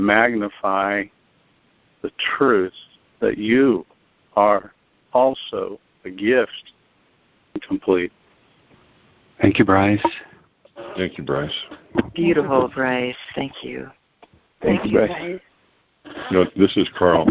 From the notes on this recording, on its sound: ACIM Daily TEXT Conference Call.